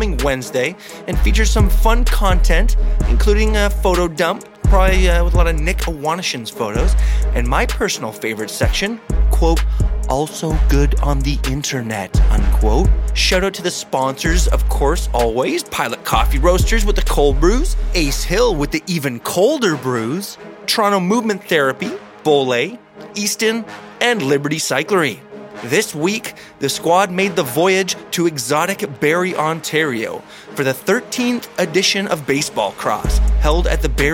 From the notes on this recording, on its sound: Live from O-Cup #3, Baseball Cross.